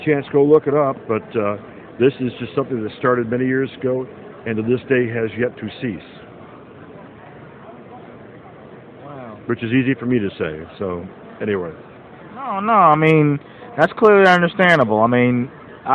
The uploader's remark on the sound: This episode was recorded at Planet Comicon in Kansas City, MO.